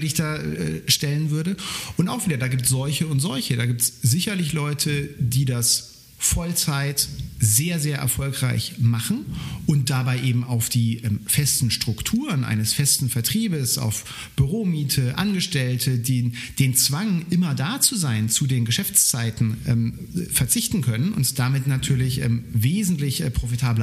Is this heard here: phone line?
no